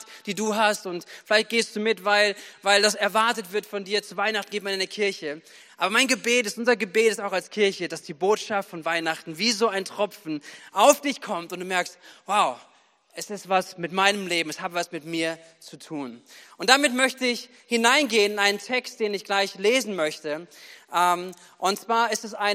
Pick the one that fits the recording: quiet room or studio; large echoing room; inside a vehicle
large echoing room